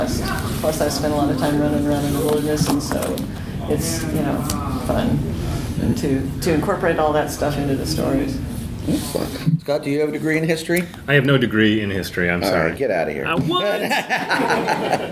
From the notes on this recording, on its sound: A Westercon 69 Panel. Over the July 4th holiday weekend, I was honored to be a program participant at the Westercon convention, an annual literary science fiction convention that travels around the western states from year to year. For 2016, Portland OR won the bid to host Westercon 69.